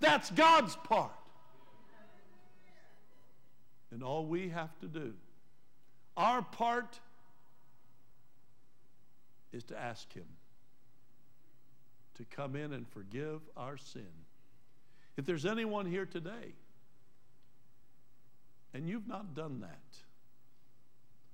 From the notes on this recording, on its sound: Trinity Church Live